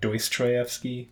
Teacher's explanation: She added an oi sound on the first syllable, like Dostoevsky.